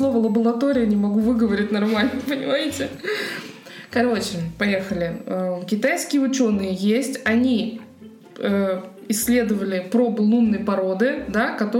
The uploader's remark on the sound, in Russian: Если вам покажется, что подкаст записан где-то в туалете, то нет. Хотя локацию мы действительно немного сменили.